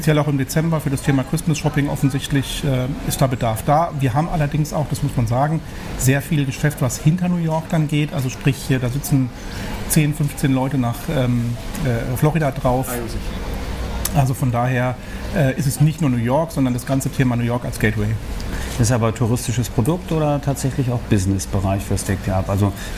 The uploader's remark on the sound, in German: Condor auf den Counterdays live Mallorca 2021. Die Live Counter Days auf Mallorca 2021. Oktober fand eines der ersten großen touristischen Live-Events statt.